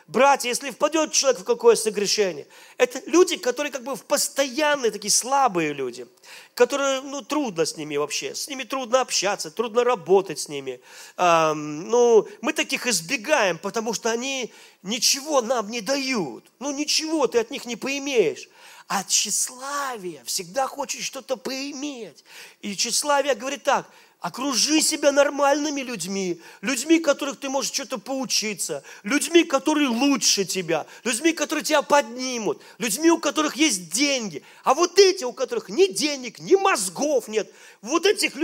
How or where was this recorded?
large echoing room